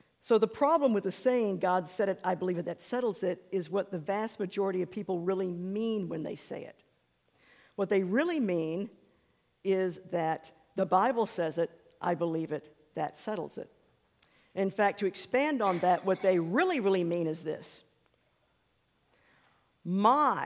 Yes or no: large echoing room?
yes